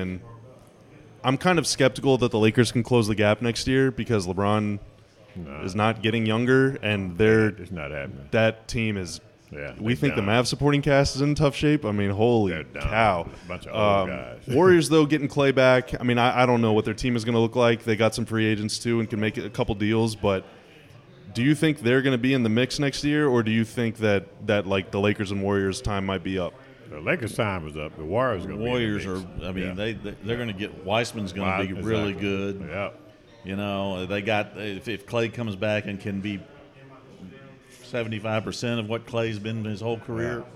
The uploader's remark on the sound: Thank you to Gus's Fried Chicken for allowing us to record in their restaurant!